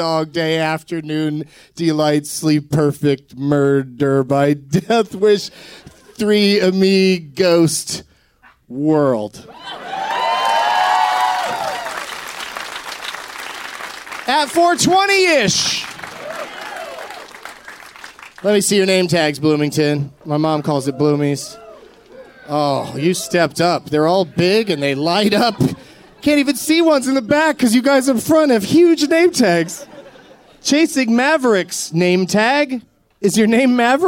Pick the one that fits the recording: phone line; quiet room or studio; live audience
live audience